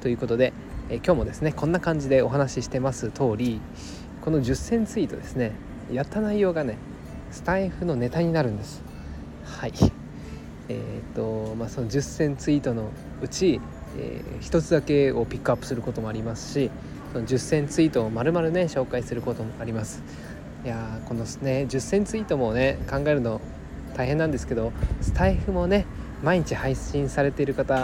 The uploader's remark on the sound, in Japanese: 外で録音しています。雑音が入っていましたら申し訳ありません